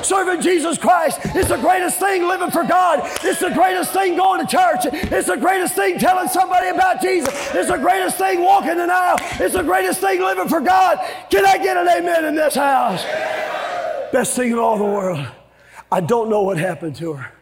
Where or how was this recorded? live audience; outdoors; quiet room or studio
live audience